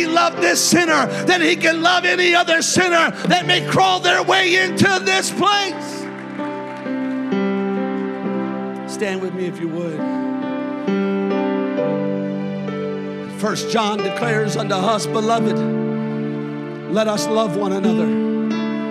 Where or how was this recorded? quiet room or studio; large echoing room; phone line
large echoing room